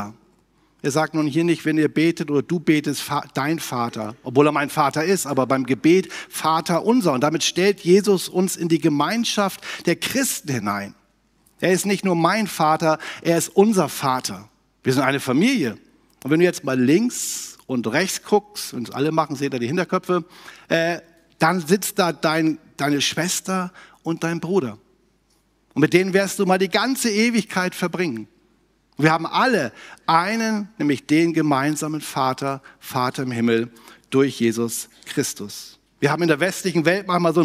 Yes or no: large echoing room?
yes